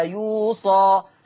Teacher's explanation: عندنا من بعد وصية يوصى بها في الآية 12، الآية 12 مليانة من بعد وصية يوصى بها. حفص هيقرأ بصاد مفتوحة وألف مادية بعدها يوصى